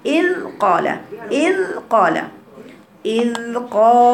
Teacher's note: إذ قال، ليست إذ، خلي بالكم ما فيهاش قلقلة الذال دي، من أخطاء الذال في قراءتها حروف القلقلة قطب جر، فلما أجي أقرأ الذال الساكنة ما أقولش إذ قال أبدا، بس بلطف شديد.